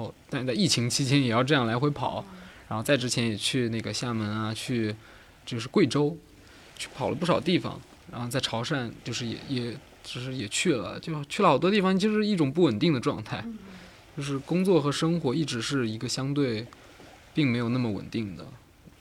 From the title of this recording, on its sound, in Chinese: 夏日海边对话